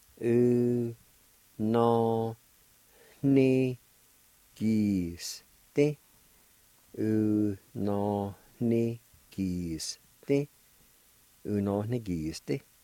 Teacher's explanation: In this word, the N with the I, it has a nasal sound to it